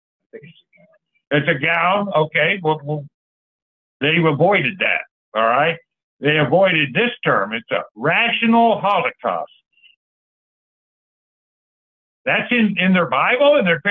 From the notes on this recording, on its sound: Call In Bible Study